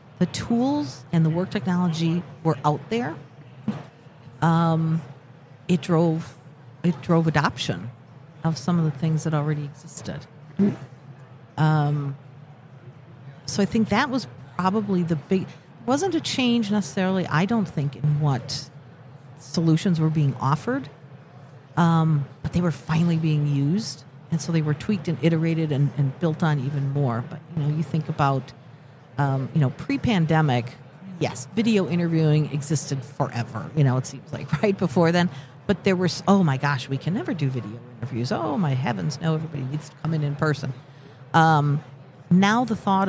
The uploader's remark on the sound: Live at the HR tech 2022 conference. We're bringing everything back to our roots at this HR Tech conference.